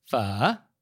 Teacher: And so it's a low falling and then rising tone, kind of like Mandarin's third tone. So it sounds like you're asking a question, pho.